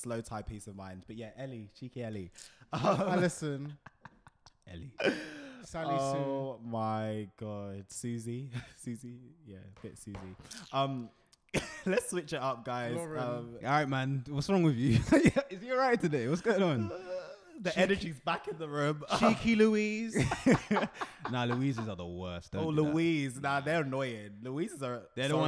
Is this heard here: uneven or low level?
yes